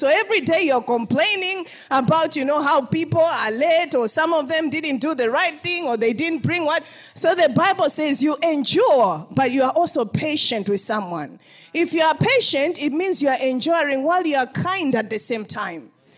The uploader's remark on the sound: This episode was extracted from our Live Church Services